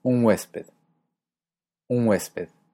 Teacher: el sonido W de huésped afecta la pronunciación de mi N, que deja de ser alveolar en N, y se vuelve velar